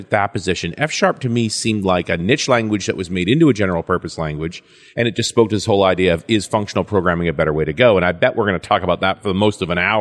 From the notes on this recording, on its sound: While at the Norwegian Developers Conference